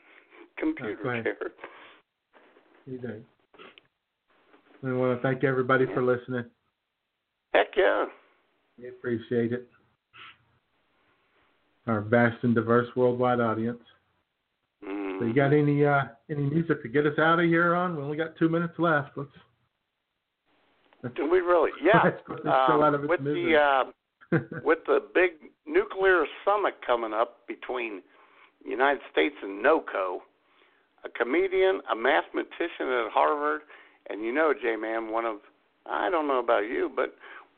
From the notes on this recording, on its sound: The phone lines will be open. For anyone and everyone to call in and share their favorite jokes. Internet radio.